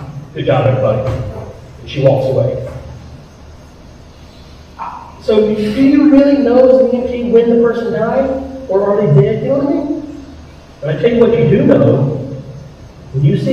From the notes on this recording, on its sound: The audio of the video is because it was shot in a firehouse.